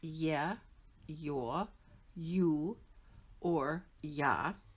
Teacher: Those four vowels all begin with the je sound, and they're called iotized vowels.